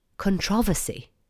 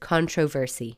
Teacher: The English have turned the last part of the word into vossy. · Shown in: first take